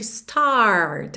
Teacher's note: o … realmente enrola a língua nos R's